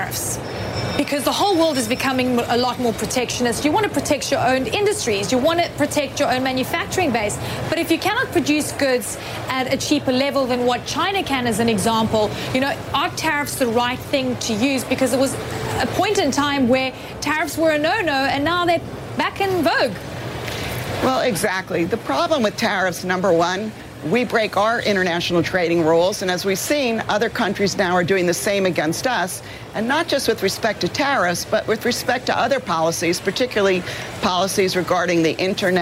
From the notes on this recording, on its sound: live from the New York Stock Exchange